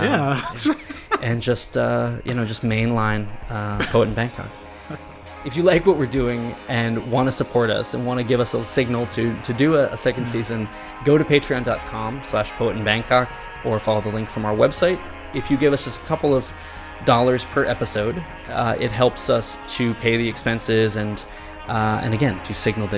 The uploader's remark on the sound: Recorded at Rockademy and WTF Bar and Gallery